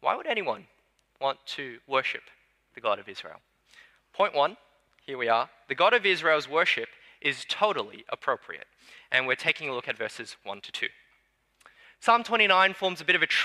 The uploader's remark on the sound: Sermon preached on 3 July 2022 at Newtown:Erskineville Anglican Church.